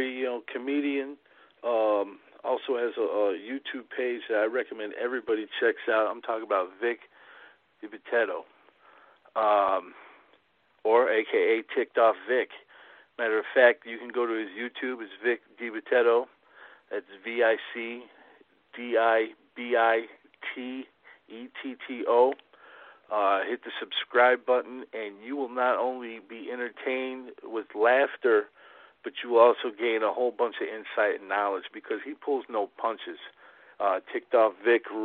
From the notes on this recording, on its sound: called in for a talk